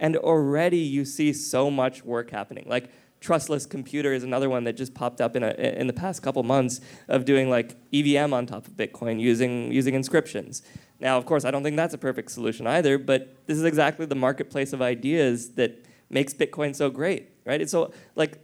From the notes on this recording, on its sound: Recorded Live in Miami Beach at the Ordinals 2023 Conference, on May 18, 2023.